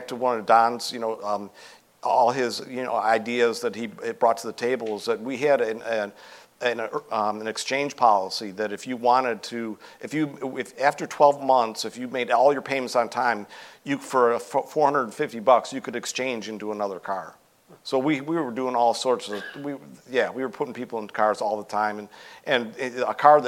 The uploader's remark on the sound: live interview at LHPH Summit 2022